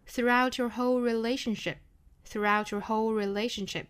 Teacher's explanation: t 加 ye 连读同化，要读成 chur 因为有卷舌的一个的发音了